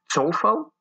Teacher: die O en U wordt niet samengetrokken in een tweeklank, die zijn apart